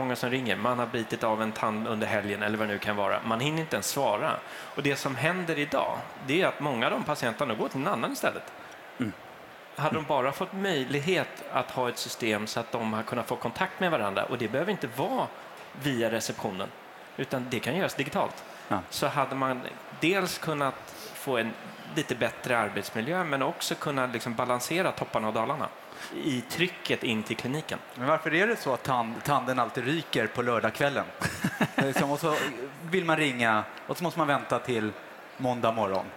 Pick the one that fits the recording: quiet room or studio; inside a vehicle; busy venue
busy venue